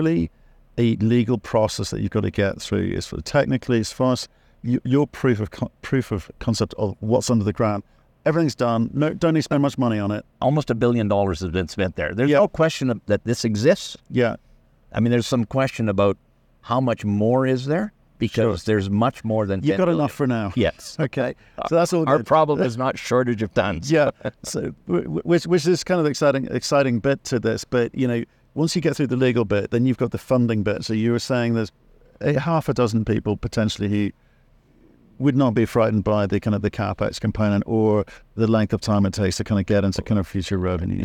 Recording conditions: busy venue